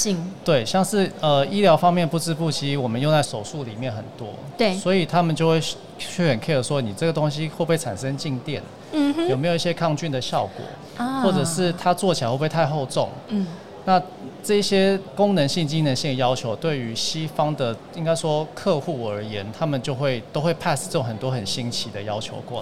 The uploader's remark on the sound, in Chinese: 2021 Medical TW特別企劃 Live Podcast